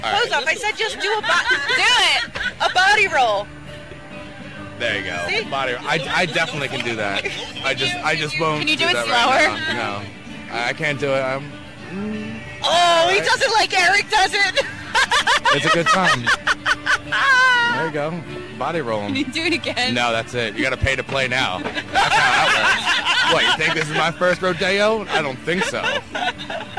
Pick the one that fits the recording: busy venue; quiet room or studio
busy venue